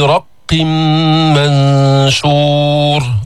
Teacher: رق الراء مفتوحة مفخمة، جبنا الإدغام بغنة، إدغام التنوين في الميم، رق منشور، ثم أتينا بإخفاء النون الساكنة عند الشين، منشور.